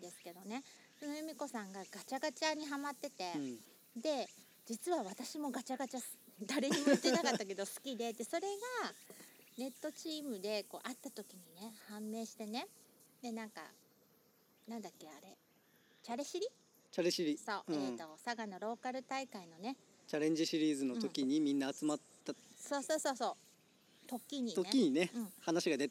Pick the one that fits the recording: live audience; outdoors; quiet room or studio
outdoors